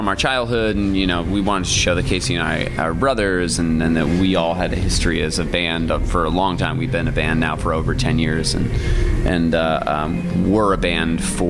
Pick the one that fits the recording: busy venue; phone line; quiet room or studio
busy venue